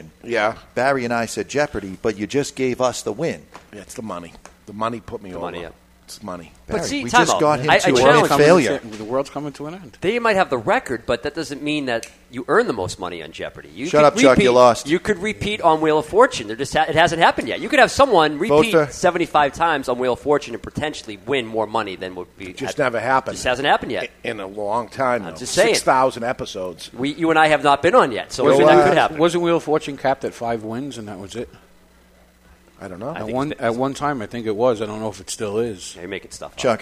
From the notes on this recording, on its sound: live from Two Guys Smoke Shop in Salem, NH